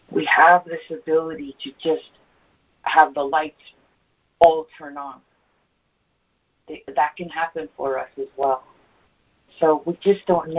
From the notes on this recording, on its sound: ACIM Daily Conference Call